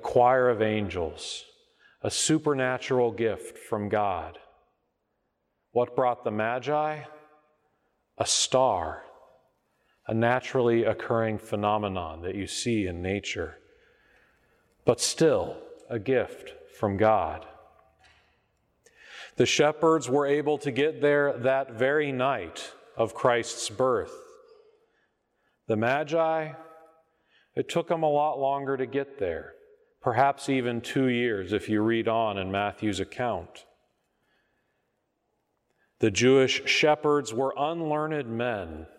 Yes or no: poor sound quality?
no